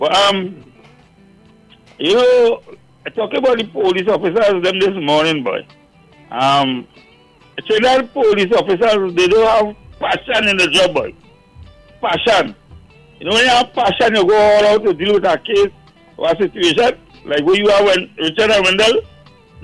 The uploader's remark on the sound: we take more calls from the audience